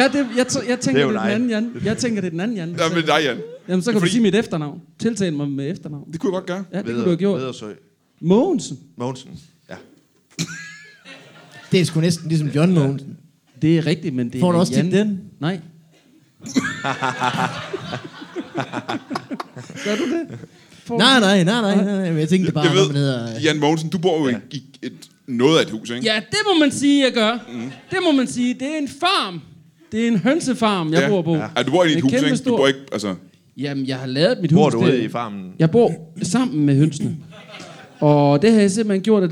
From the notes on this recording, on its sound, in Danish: LIVE fra Mojos Blues Bar.